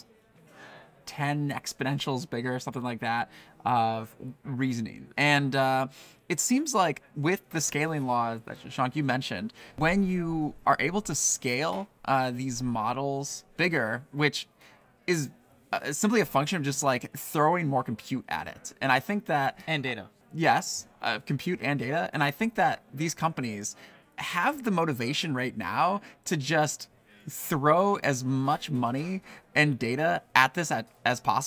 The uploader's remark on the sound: The audio quality of this episode may not be up to our usual standards, as the interview was conducted in the lively and bustling environment of a hackathon lobby.